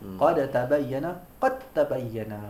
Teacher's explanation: menjadikan dal terus jadi ta dengan satu seolah-olah ta tu musyaddadan. · Term: idgham